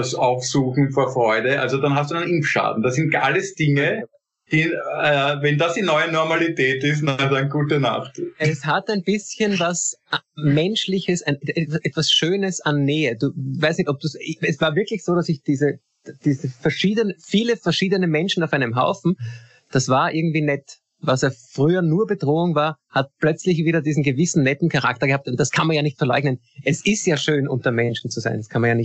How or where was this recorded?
video call